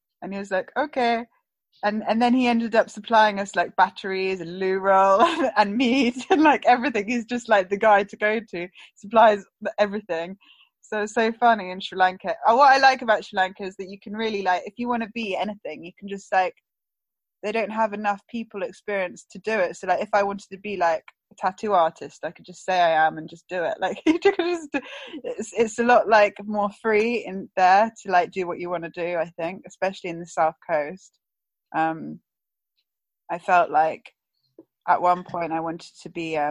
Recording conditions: video call